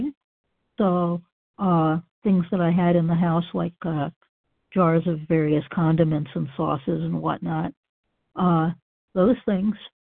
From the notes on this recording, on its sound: qualification from the 100 Pounders Phone Meeting